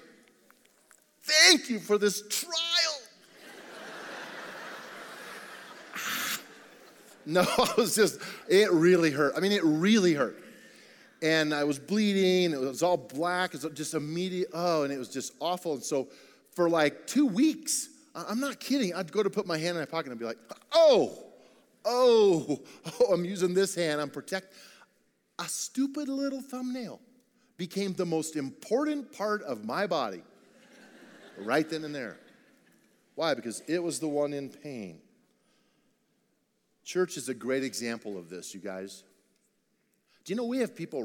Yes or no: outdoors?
no